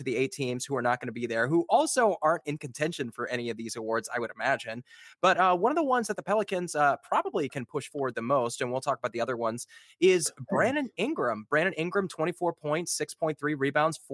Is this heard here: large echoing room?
no